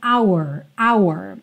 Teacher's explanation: De novo, a gente vê essa palavra our, que é o nosso, sem todo esse desenho, our, our. É muito comum que essa palavra venha dita de forma muito rápida. E aí ela tem praticamente o som da letra R só.